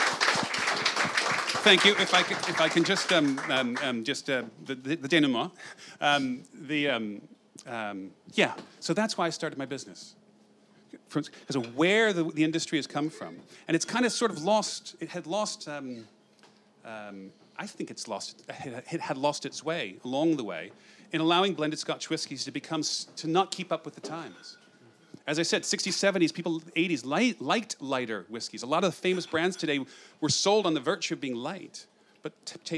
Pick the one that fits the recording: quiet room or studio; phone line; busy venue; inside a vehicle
busy venue